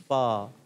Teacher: اوپر کے دانتوں کے کنارے جب نیچے والے ہونٹ کے تر حصے سے لگتے ہیں · Term: فا کا مخرج